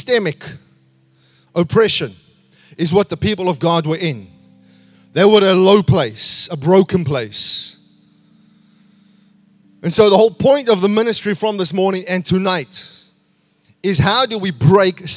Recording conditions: large echoing room